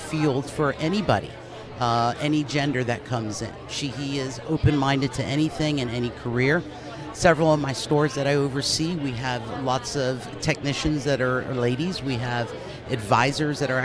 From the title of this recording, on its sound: Live at the 2023 Life Ready Expo